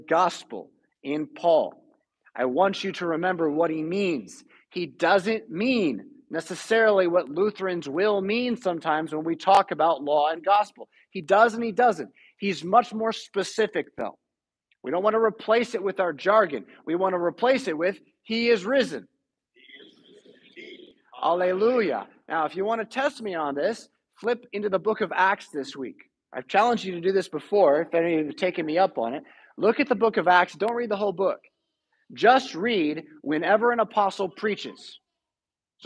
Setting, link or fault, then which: setting, large echoing room